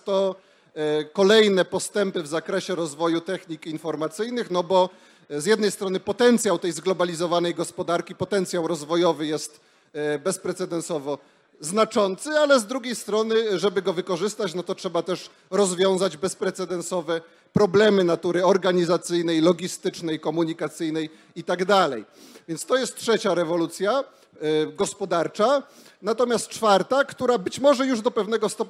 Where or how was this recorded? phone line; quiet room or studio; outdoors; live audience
live audience